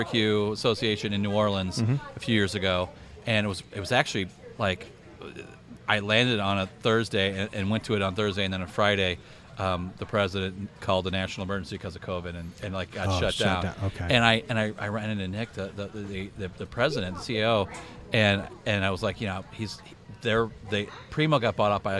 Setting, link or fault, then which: setting, busy venue